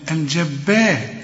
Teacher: هنا الراء المفخمة سواء هتوصل أو هتقف لأنها مضمومة